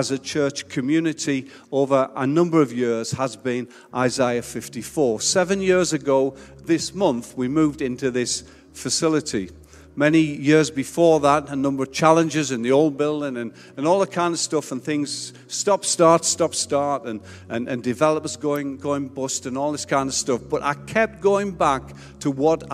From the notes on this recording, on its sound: Recorded Live at Life Church Lancashire on 17th October 2021.